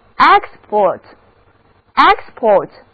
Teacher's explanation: 如果字母 E 读作 A，而重音挪到了第一个音节